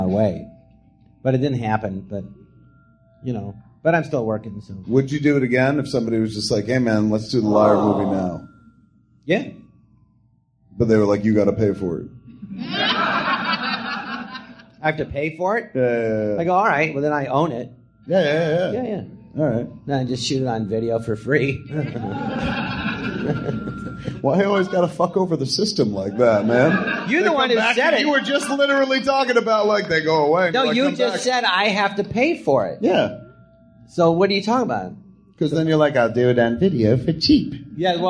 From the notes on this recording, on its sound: Recorded live at the Jon Lovitz Podcast Theatre.